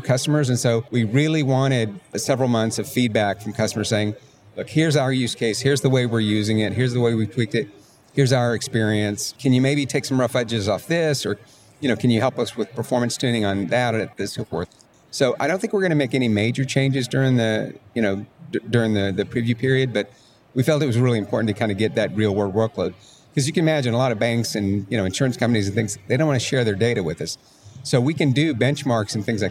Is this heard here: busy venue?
yes